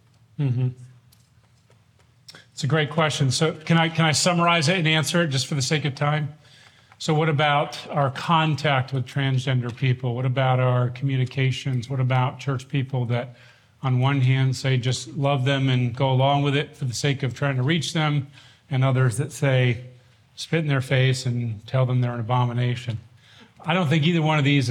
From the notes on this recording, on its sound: This workshop from the Shepherds 360 Conference in 2023